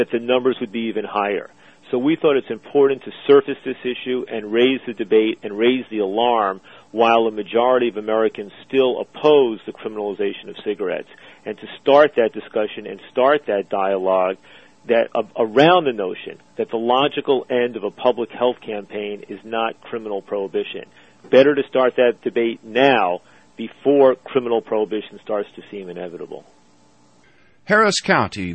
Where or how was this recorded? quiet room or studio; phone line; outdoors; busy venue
phone line